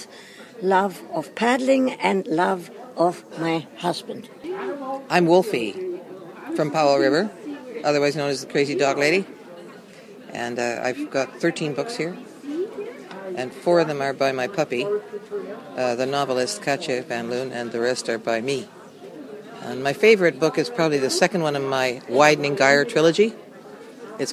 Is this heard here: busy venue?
yes